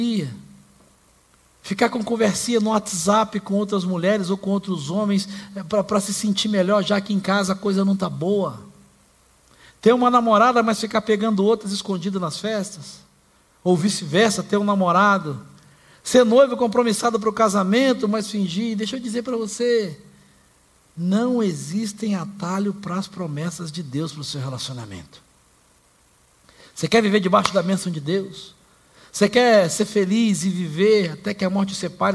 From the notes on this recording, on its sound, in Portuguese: Celebração ao vivo com mensagem trazida pela nossa pastor